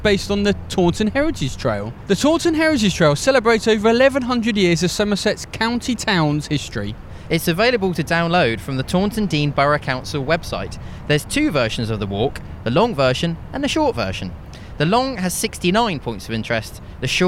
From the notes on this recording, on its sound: History podcast walking through Taunton. On an entertaining walk as they discover the sights and sounds of Somerset’s county town Taunton!